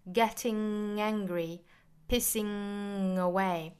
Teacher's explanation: 舌根的位置和软腭的地方、接触上之后呢再用鼻腔去发声